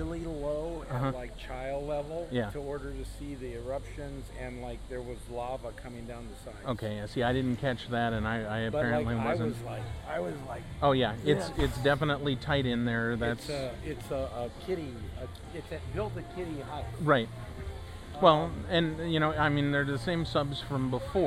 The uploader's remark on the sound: comes to you LIVE from Disneyland